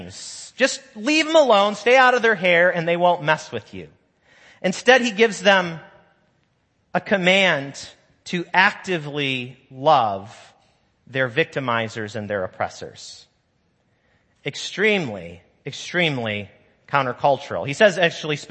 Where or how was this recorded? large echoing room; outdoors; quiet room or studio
large echoing room